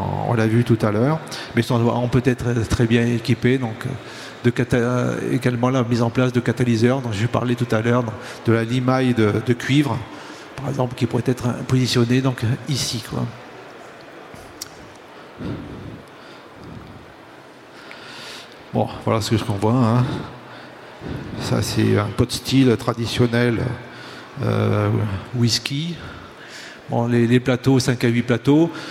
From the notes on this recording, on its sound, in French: Conférence enregistrée le samedi 22 octobre 2022, au Salon du Brasseur. Au Salon du Brasseur. Suite à un incident technique, le début de la conférence n'est pas disponible.